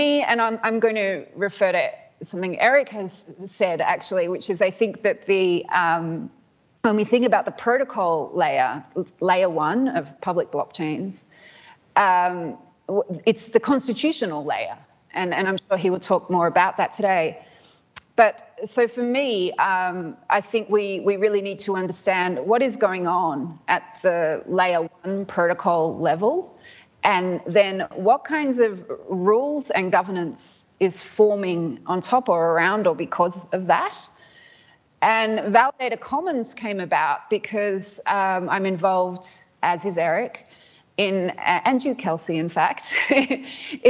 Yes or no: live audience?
yes